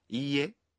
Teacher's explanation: When you say いいえ, you pronounce い 1 beat longer.